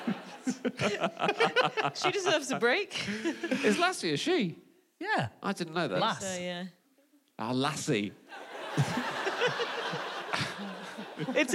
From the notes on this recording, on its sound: Live from the Bloomsbury Theatre, London